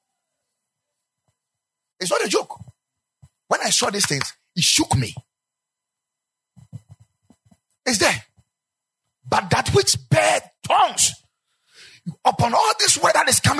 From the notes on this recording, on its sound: Preached at the Ekklesia Chapel